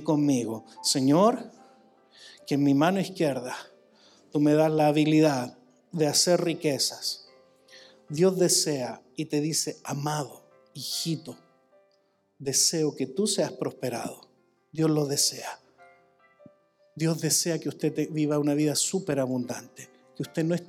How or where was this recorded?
large echoing room